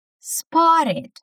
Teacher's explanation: palavra que é escrita com T, mas que nós vamos pronunciar como R.